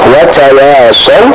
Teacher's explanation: huruf waw di sana tetap harus kita baca dengan tipis